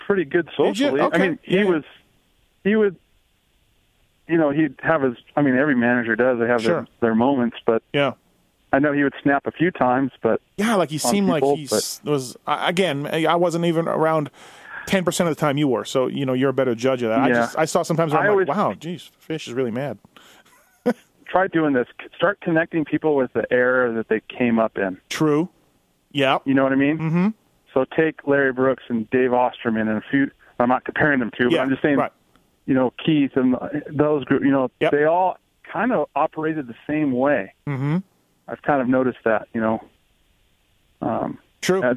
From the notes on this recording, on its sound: I call up Monster Kawasaki's truck driver